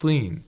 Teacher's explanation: The طا is pronounced with the lowest level of تفخيم.